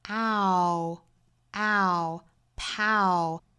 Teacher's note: power 不要读成抛啊，应该是 ow，上下的开口度要更大